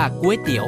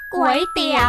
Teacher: คำว่าก๋วยจะต้องออกเสียงจัตวาไม่ใช่เสียงตรี · Shown in: second take